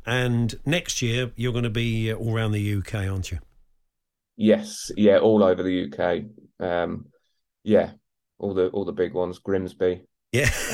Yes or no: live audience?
no